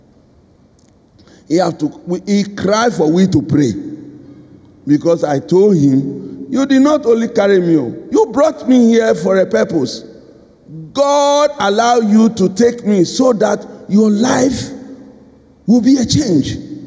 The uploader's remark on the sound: Sermon preached at CBC Shiashie Campus